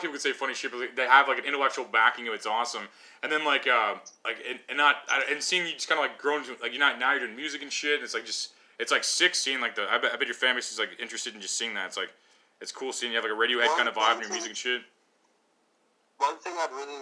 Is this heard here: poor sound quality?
yes